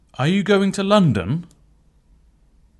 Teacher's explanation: Mikäli kysymys on niin sanottu suljettu kysymys, eli siihen vastausvaihtoehtona on joko yes, kyllä, tai no, ei. Kysymyslauseen intonaatio on lopussa nouseva.